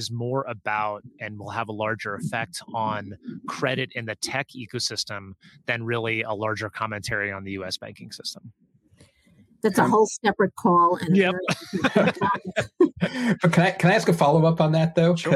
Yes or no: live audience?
no